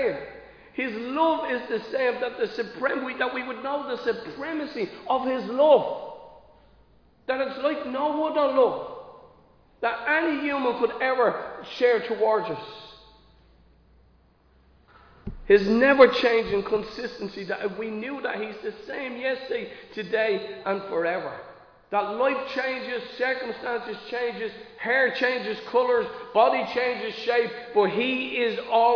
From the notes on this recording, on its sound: Recorded live in Liberty Church on 28 August 2022